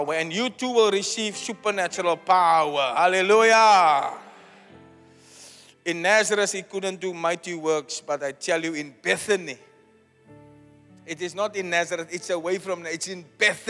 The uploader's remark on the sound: Preached at Zion Sanctuary, Cape Town on the 23 of July 2023